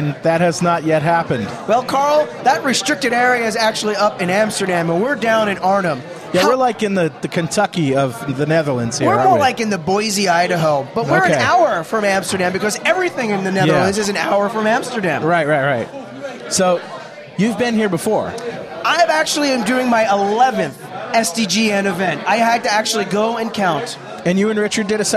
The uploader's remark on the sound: Live at SDC, The Netherlands!